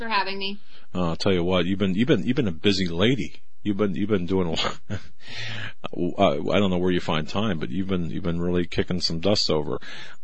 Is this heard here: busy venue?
no